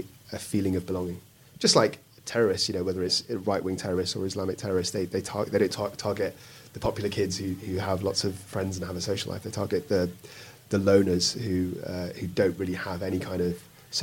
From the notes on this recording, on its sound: LIVE in London. You’ll hear the live show from CrimeCon UK in London.